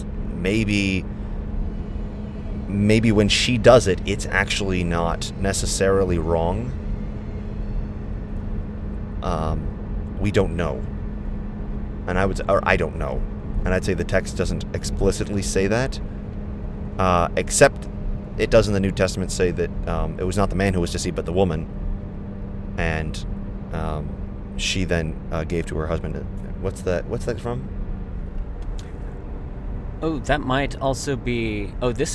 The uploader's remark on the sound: gave us the opportunity to record on the long drive back